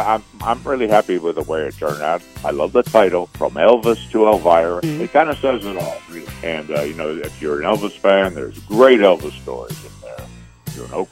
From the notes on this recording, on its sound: called into The … and … Show